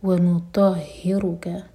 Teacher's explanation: ہا سینے سے، اور ہا پر شدہ ہے تو اسٹرانگ پڑھیں گے. وَمُطَهِّرُكَ، رَاحِوِي، کیف لائٹ.